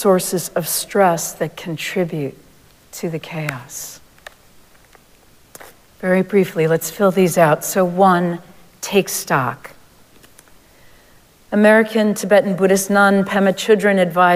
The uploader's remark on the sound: Recorded live at Arlington Street Church.